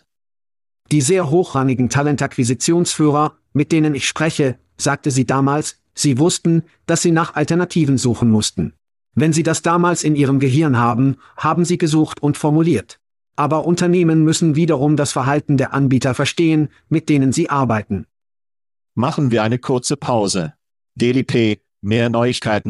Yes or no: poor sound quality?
no